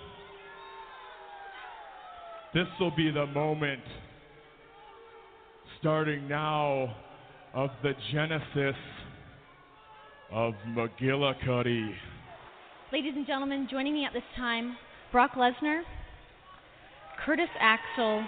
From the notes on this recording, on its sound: LIVE at Warrior Wrestling IV. LIVE at Marian Catholic in Chicago Heights, IL.